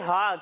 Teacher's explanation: حلق کے نچلے حصے سے ادائیگی ہوگی